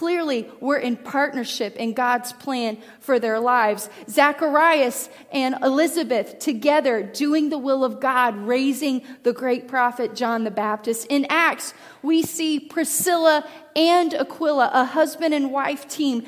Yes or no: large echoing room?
yes